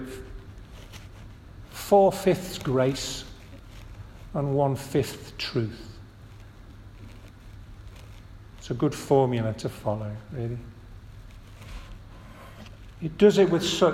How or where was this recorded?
large echoing room